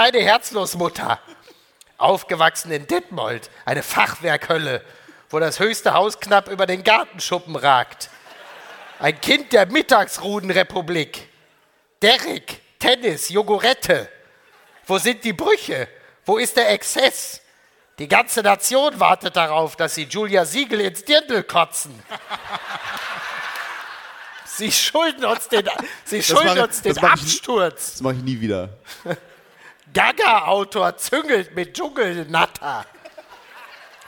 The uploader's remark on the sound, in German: live aus Köln